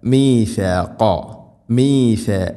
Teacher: നാവിൻ്റെ അറ്റം മുൻപല്ലുകളുടെ ഇരുന്നരികിൽക്കിടയിലൂടെ അല്പം പുറത്തോട്ട് നിൽക്കണം നാവിൻ്റെ അറ്റം.